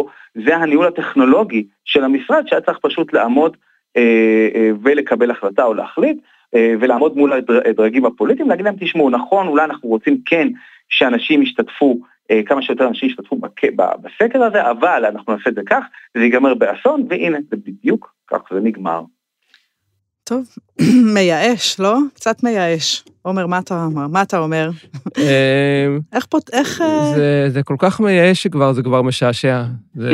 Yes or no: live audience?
no